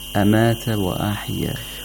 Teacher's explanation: All of the letters here are letters of istifal. You have to pronounce all of them with tarqiq.